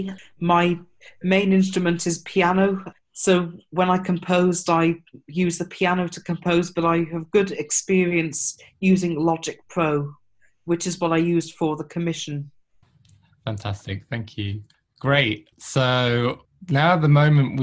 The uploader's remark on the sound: This conversation was recorded at a live Zoom-based listening party